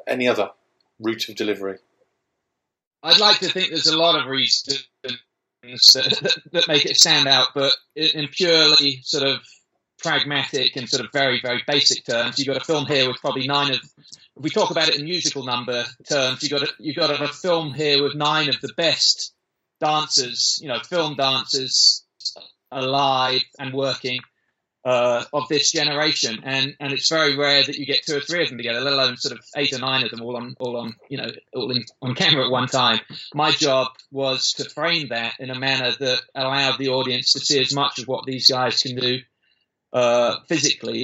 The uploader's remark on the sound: In a live link between London, UK and Los Angeles, California we talked via a tough Skype wi fi link.